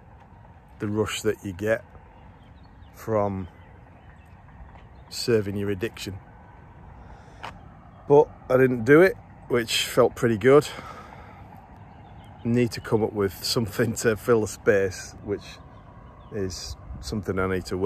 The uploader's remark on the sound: Recorded on 20th July, outside in nature, and with apologies for the train!